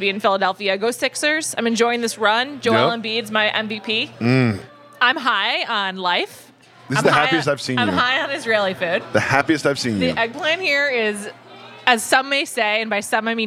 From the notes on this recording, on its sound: travel to Philadelphia to record this week’s episode while eating dinner at Zahav!